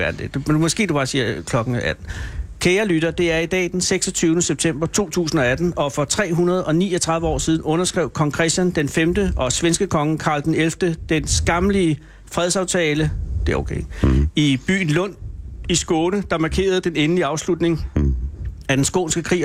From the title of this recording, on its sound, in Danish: Live fra Rindsholm Kro